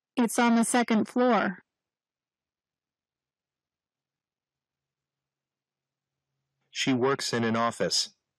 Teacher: در گفتار این کلمات به هم میچسبند و در واقع فعل شما به کلمه بعدیش میچسبه و گویا شما دارید یک کلمه رو تلفظ میکنید در صورتی که دو کلمه هست · Term: Linking sounds